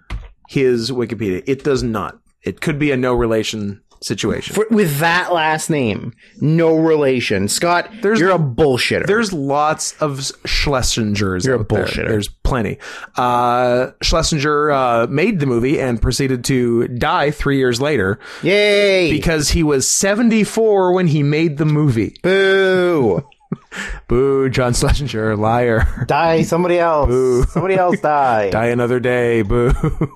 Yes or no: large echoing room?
no